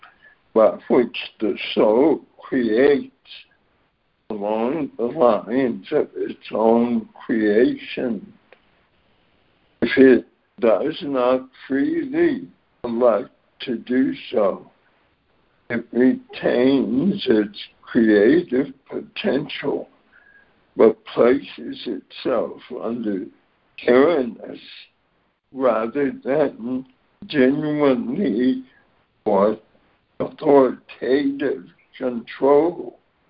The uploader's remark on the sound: ACIM Daily Conference Call